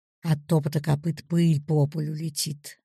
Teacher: Ударение, конечно, упадет на главное слово «пыль». Сильнее удлиняется гласный звук. А звучание всех гласных выровнено. · Term: логическое ударение